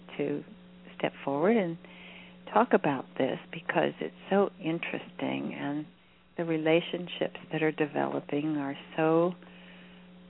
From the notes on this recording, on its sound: In this capacity she will do a channeling session live so that callers can call. Personal responses to callers during the special call-in segment. This radio show is an extension of the written messages.